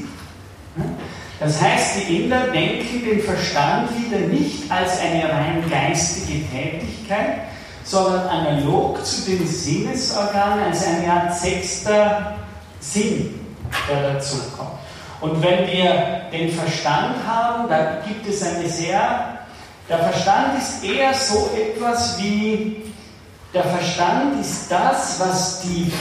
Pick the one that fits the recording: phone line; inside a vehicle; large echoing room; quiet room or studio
large echoing room